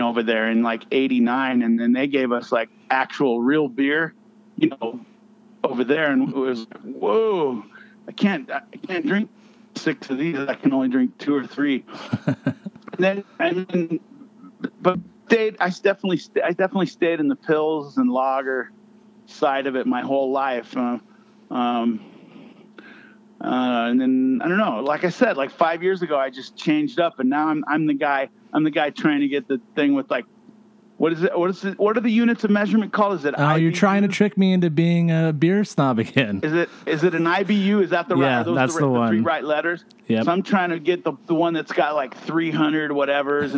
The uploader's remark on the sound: on the phone